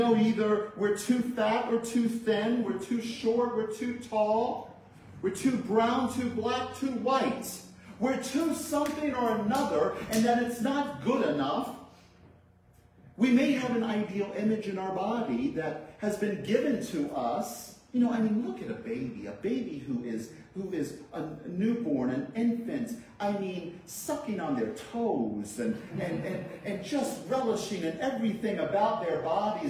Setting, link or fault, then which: setting, large echoing room